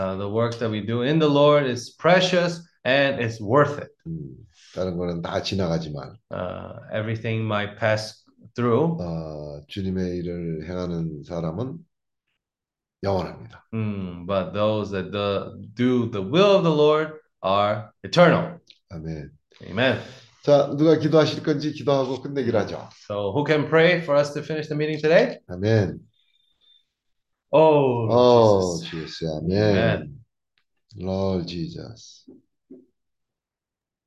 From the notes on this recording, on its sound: Zoom meeting